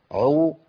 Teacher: لان العين حرف بيخرج بالحلق والحلق مش ممسوك المخرج فيه قوي، فالضمه تبان اكثر · Term: العين المضمومه